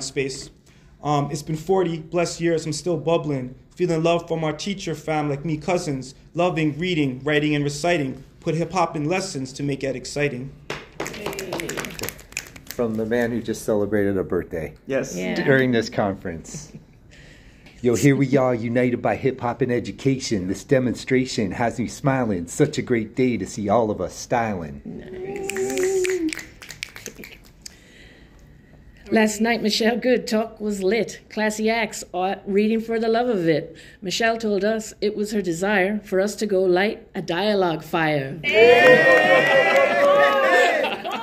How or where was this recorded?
busy venue